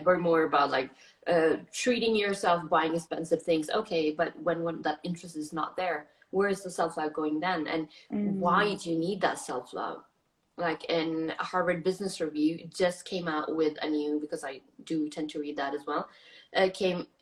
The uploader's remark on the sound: This was an IG Live talk that turned into a podcast.